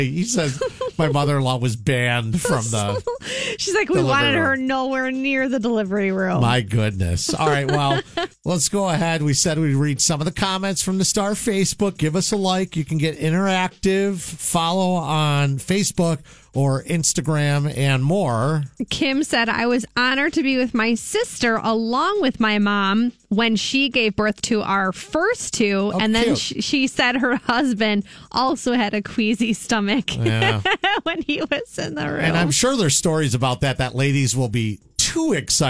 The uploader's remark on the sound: on the phone